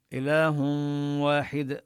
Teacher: النون التي في التنوين تدغم في الواو بغنة، ولم يضع الشدة على الواو لأن الإدغام إدغام ناقص، بقي